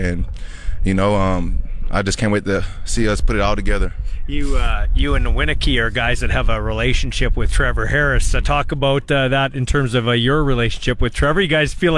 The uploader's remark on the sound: LIVE in Saskatoon for #Riders Training Camp. LIVE in Saskatoon for #Riders Training Camp.